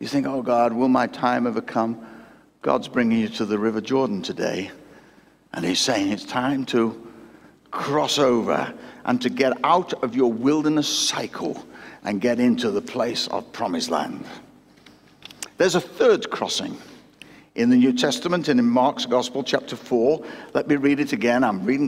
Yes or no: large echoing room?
yes